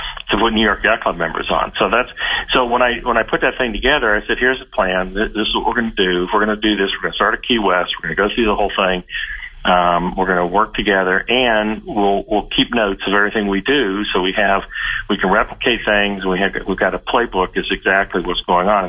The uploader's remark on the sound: Chat over the phone.